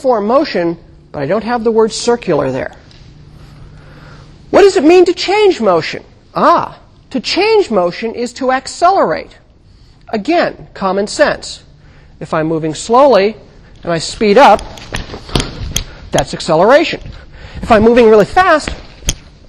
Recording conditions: large echoing room